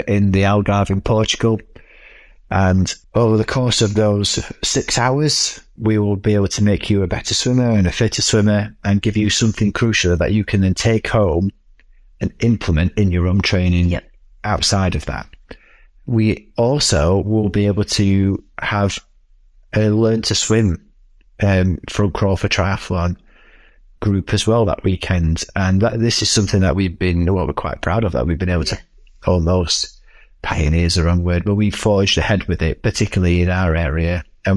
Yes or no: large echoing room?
no